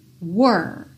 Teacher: esse R, você vai pensar nele com a língua enrolada